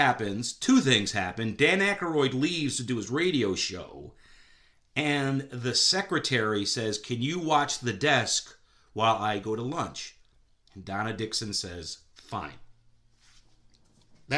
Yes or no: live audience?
no